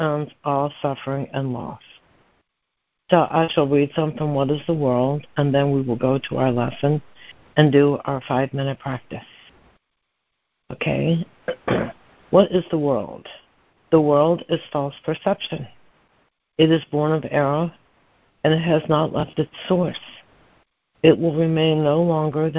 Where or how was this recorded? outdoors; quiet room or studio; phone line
phone line